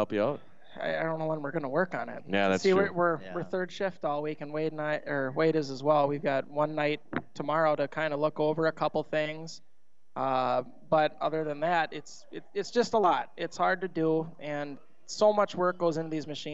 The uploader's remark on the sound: 7-7-23 Trackside Live from Aftershock